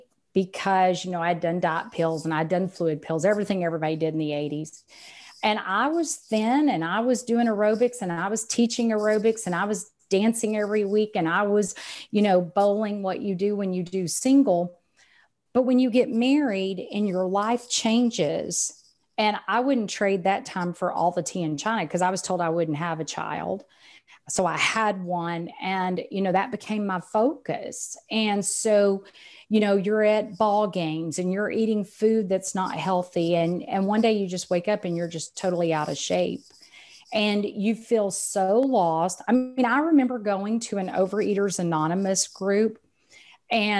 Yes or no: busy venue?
no